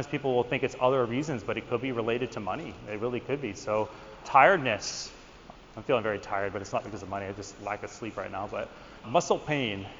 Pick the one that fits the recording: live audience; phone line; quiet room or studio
live audience